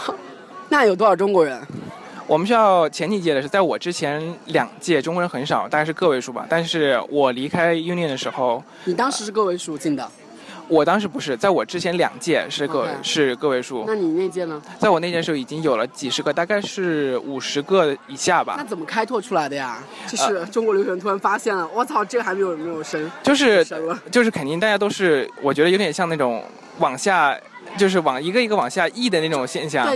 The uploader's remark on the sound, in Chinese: 希望在景山公园录制一期节目，于是我们就录制了，于是你会听到很多奇怪的声音，夹杂着大爷大妈的遛弯儿、我们的喘息，以及来自故宫的风声。